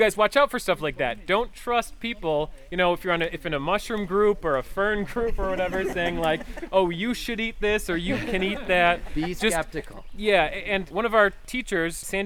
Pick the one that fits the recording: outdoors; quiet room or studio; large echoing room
outdoors